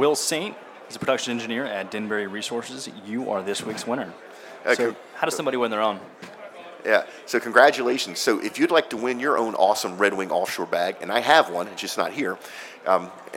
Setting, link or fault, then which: setting, busy venue